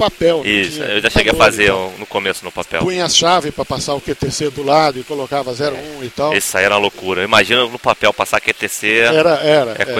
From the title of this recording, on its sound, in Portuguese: ao vivo da Ham Radio